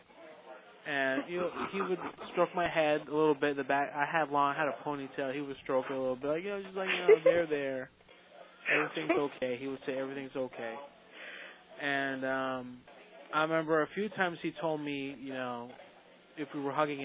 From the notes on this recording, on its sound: Prank Phone Calls